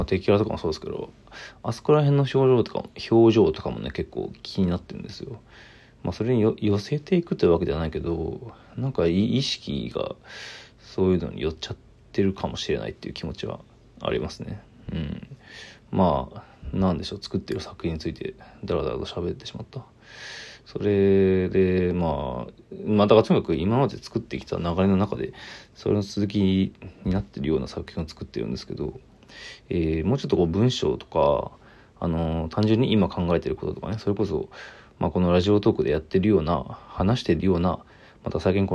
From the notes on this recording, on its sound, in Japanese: ボイスメモです。